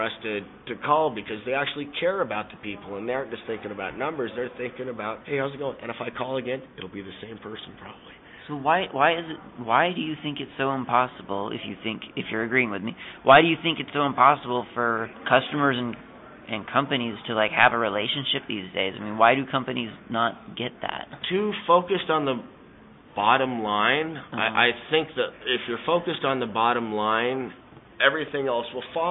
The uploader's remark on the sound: recorded at SELF 2010